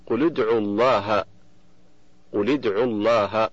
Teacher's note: فاللام من قل ساكنة التقت بالدال من ادعو وهي ساكنة أيضا، فحركت اللام بالكسر للتخلص من التقاء الساكنين · Term: التخلص من التقاء الساكنين